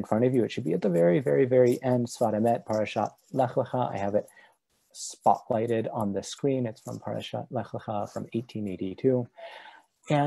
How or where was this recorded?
video call